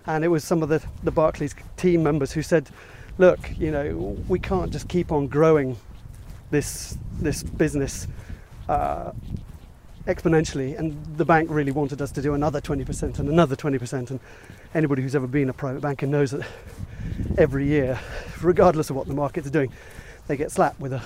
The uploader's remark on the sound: Walking around Ardington House in Oxfordshire